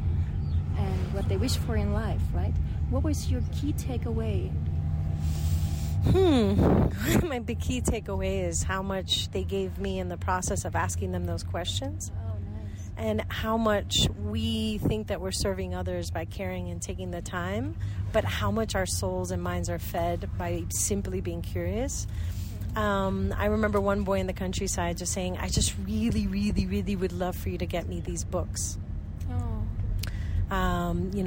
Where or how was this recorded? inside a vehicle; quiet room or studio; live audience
inside a vehicle